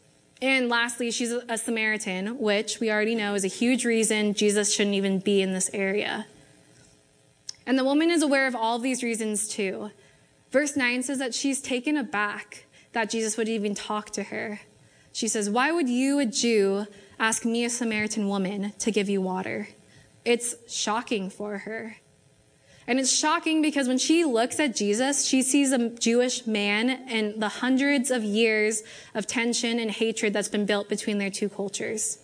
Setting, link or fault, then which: setting, large echoing room